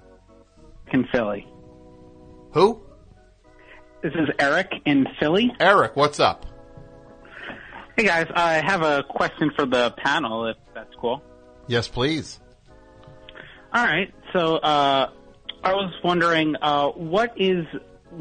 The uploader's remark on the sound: Recorded immediately after the May 26th 2015 program. Completely unscreened phone calls moving at a rapid fire pace!